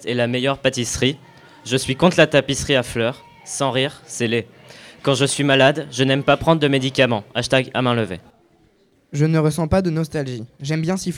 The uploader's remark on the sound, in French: Lecture en public au LP2I, le 17 octobre 2019.